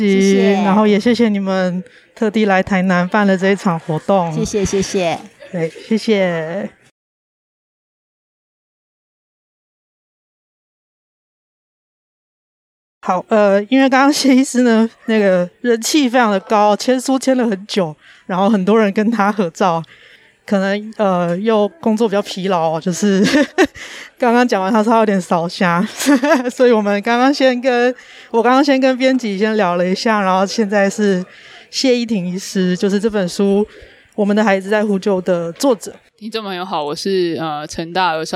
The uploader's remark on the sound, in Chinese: 書店開放式空間講座收音。新書分享會。鐵三角MB3K。ZoomH6。XLRmic。Audacity。